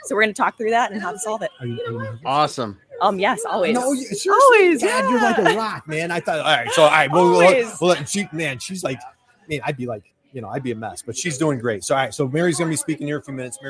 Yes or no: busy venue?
yes